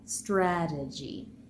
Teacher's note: Now in normal speech, because the second syllable is unstressed, that t will be transformed from a normal t to a tapped t